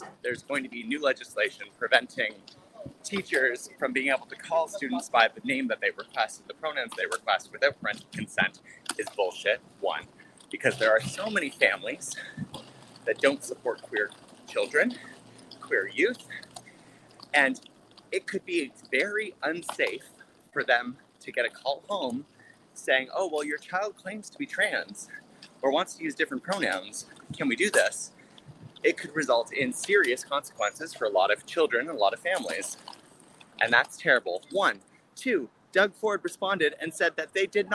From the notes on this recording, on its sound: LIVE on location of the streets of Toronto